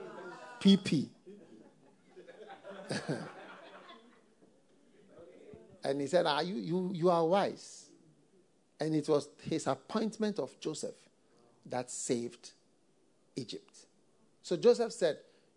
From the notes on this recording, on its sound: Preached at the FLOW Good Friday Service.